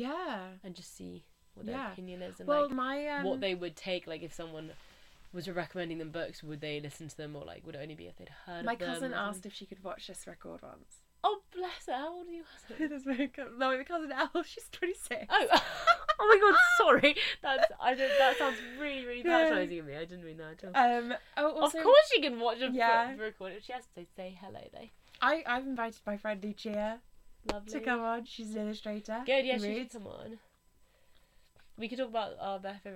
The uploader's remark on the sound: It's a little bit of a party because we eat a load of sweets throughout the recording.